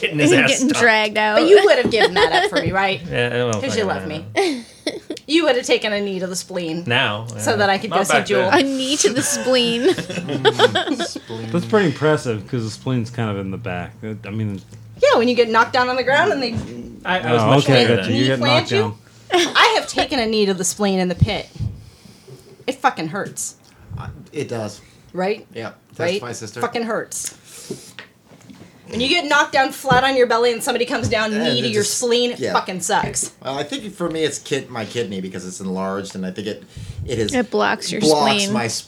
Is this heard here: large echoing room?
no